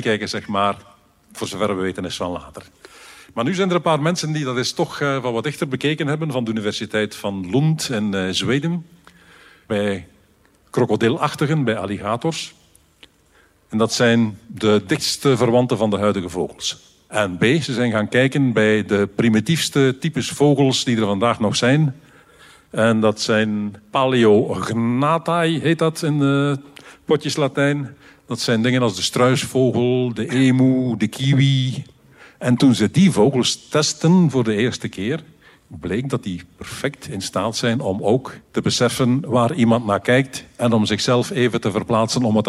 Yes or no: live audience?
yes